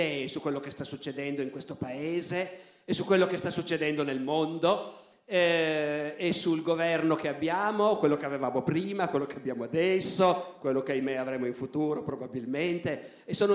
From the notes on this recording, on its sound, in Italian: Roma. Audio registrato in loco.